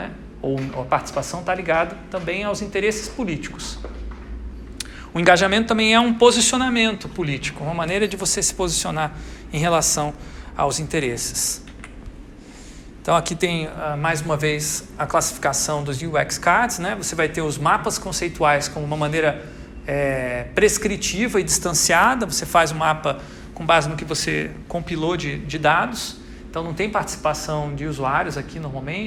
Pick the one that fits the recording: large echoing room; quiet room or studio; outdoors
large echoing room